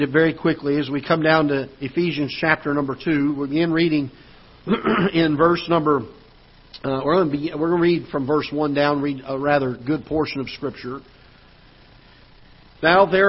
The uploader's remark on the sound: Ketha Heights Baptist Church ~ Live Broadcast